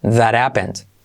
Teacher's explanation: Si quieres hacer la that, T de that, última, saltas la H de happened